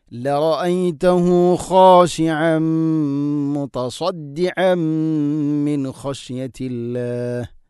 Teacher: ഇദ്ഗാം ബിഗുന്ന, തൻവീനിനെ മീമിലേക്ക് ഇദ്ഗാം ചെയ്തുകൊണ്ട് കൂട്ടി ലയിപ്പിച്ചുകൊണ്ട് ഉച്ചരിക്കണം, മണിച്ചുകൊണ്ട് ഉച്ചരിക്കണം